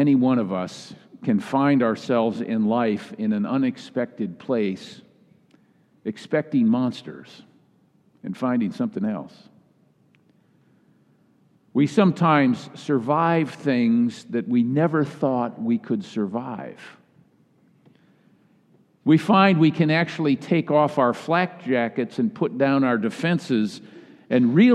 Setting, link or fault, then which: setting, large echoing room